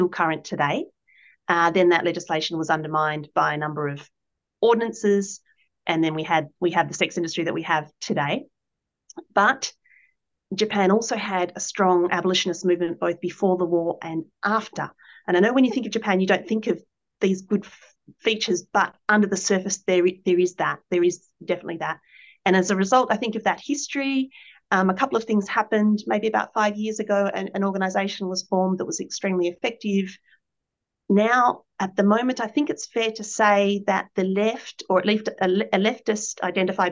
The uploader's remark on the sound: A live webinar.